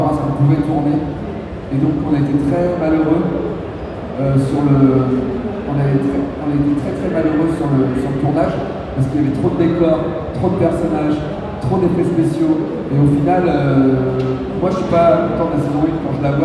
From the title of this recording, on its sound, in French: Conférence TGS 2017